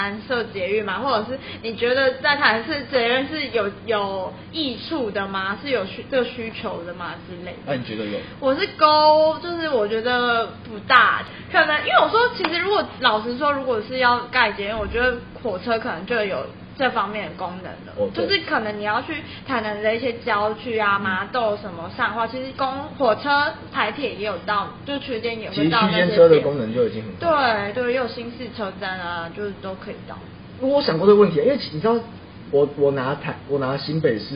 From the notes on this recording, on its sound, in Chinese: 因為錄音地點附近是校園所以會有鐘聲。因為是頻道草創時期，所以有雜音或是音質上的問題還請大家見諒，我們已經入手麥克風設備。